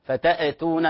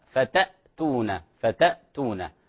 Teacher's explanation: الهمزة ليس فيها قلقلة، حرف شدة · Shown in: second take · فتأتون، لا، فتأتون، فتأتون حرف شدة وليس فيه قلقل، انتبه، الله يرضى عليك.